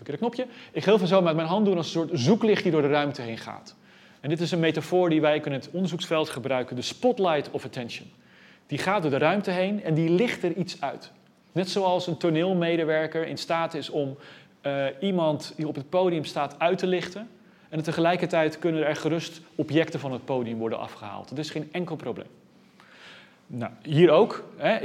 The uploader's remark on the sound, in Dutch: Deze lezing is opgenomen in Museum Catharijneconvent op 13 oktober 2020